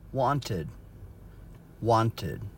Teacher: It's the ID sound because these words ended in either T or D. We needed to put the id sound to actually make it past tense.